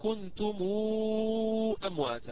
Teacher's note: ورشا رحمه الله هذه الميم يصلها بواو فيقول كنتم أمواتا، في هذه الحالة لا يبقى عندي إظهار طبعا